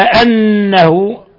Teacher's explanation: نون مشددة غن مقدار حركتين